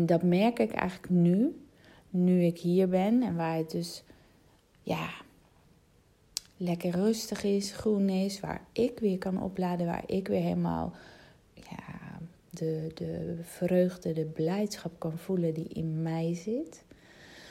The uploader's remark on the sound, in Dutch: Al scrollend in mijn telefoon, vond ik een audio bericht uit 2018